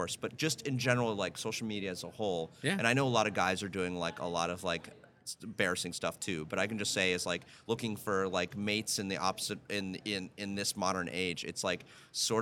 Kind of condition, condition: setting, busy venue